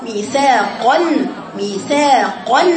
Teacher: قن قف مفخمه والنون اللي هي النون التنوين رقيقه